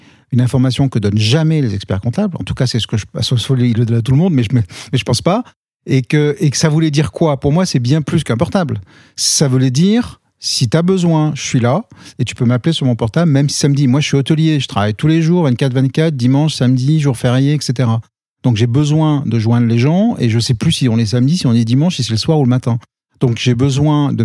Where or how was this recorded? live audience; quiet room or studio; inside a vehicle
quiet room or studio